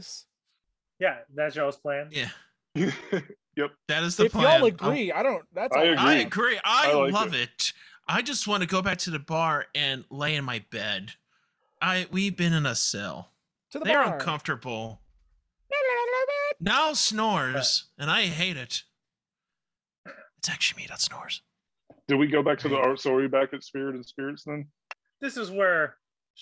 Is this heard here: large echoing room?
no